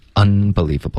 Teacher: She is unbelievable. Un 发成了 un，用了一个后鼻音，应该是顶舌尖的 unbelievable